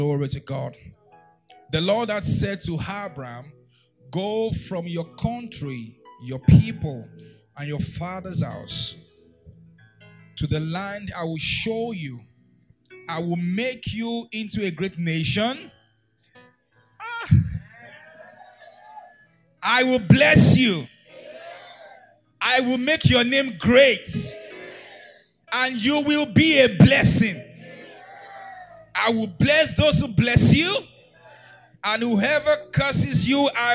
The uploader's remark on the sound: 2nd Service Gracemade Christian Centre.